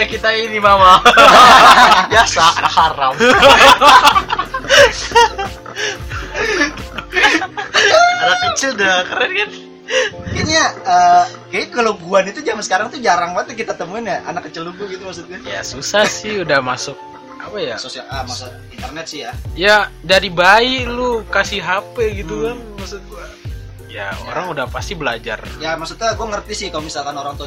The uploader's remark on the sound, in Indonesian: Mohon maaf guys klo banyak suara, karena kita rekaman di atas kapal pesiar terus geludug (Bonus Suara Lumba-Lumba).